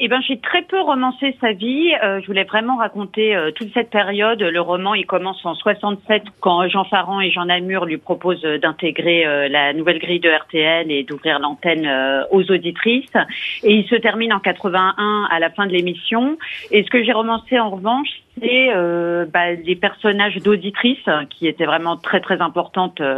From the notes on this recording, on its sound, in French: Les Grosses Têtes ont eu ce 11 janvier au téléphone